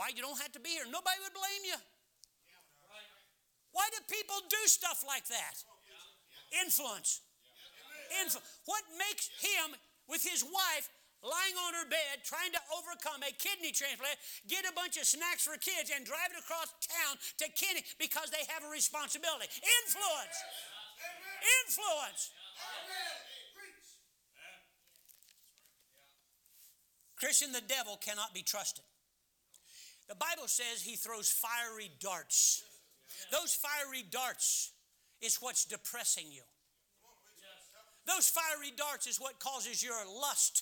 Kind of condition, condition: setting, large echoing room